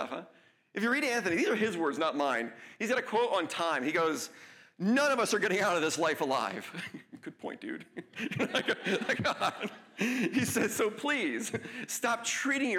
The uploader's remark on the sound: LIVE at the County College of Morris